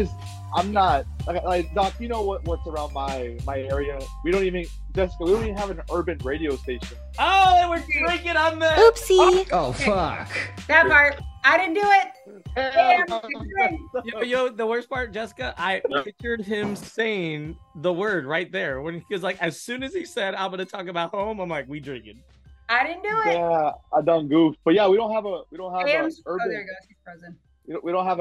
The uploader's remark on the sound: on a Sunday evening conference call